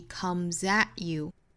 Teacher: 音的话跟前面做连读同化呢就是一个 t 读成 ch at you 如果把它当成一个辅音来看待那么 at you 这里面的 t 的发音呢我们就不爆破出来了 at you 白口型但是不爆破出来那还要注意一点呢就是 at 这个词呢是要做重读的